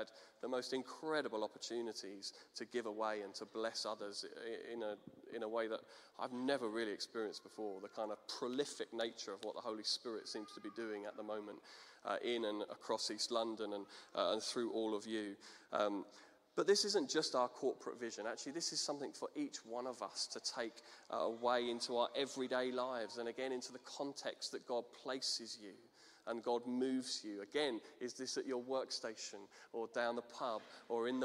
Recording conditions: large echoing room